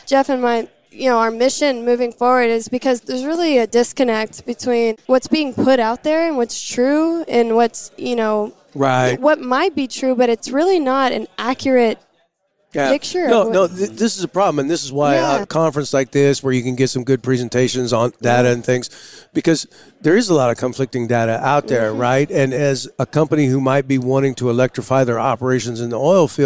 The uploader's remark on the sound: Live from the Oilfield Electrification Technology Conference